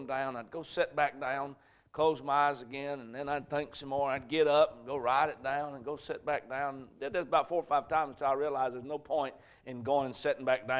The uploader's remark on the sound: A message preached at Crossroads Baptist Church